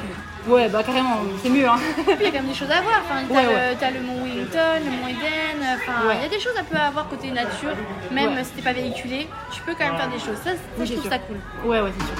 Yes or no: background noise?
yes